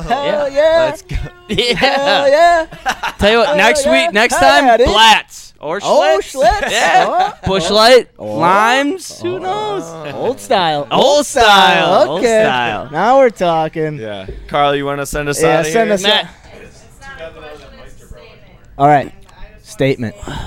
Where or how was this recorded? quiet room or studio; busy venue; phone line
busy venue